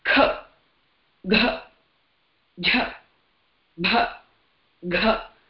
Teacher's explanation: And when I say kha, gha, jha, bha, gha, I put the prana with a greater effort, which is Maha Prana.